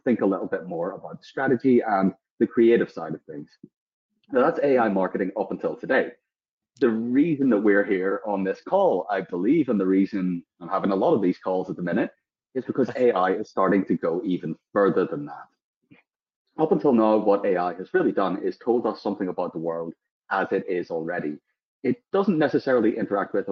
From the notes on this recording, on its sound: This episode is the audio taken from the webinar we ran of the same name.